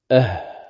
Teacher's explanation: فالهمزة والهاء من أقصى الحلق